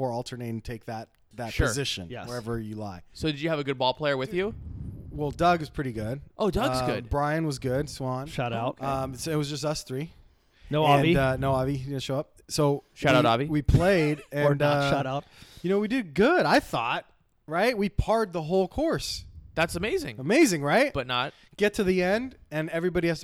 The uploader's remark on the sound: LIVE FROM WADES WINES